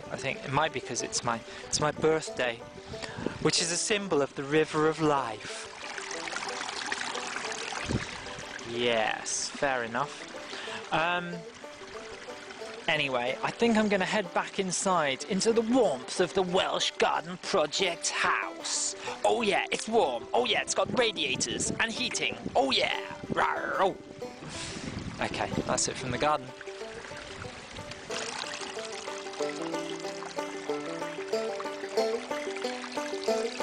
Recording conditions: outdoors